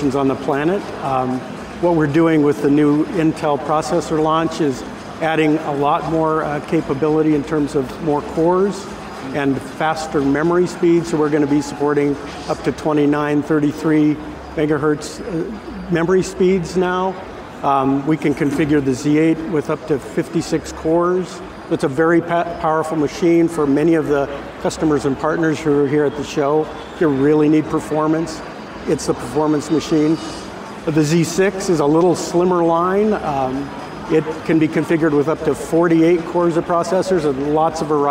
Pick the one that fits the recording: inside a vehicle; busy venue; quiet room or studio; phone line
busy venue